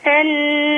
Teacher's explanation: رقق النون مع الغنة